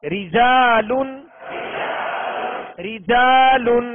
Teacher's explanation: اس را کے نیچے بھی زیر ہے لہذا اس را کو باریک پڑھیں گے